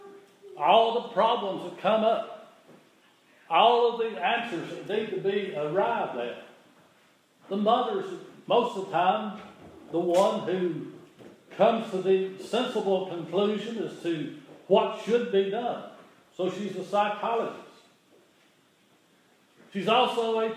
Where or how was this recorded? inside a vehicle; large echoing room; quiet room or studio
large echoing room